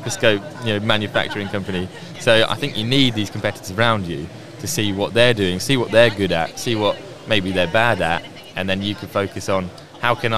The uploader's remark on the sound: episode recorded on site at MACH 2022